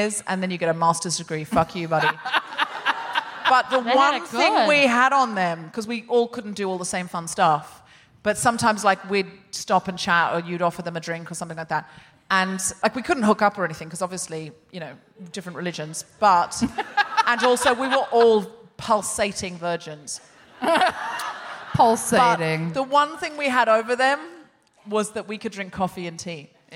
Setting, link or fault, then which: setting, live audience